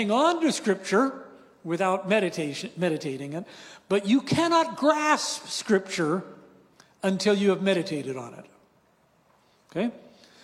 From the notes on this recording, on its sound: Breakout 2 from "Awe & Wonder: A Conference on Prayer," hosted by Thrive Harbor on July 8, 2023 in Gig Harbor, WA.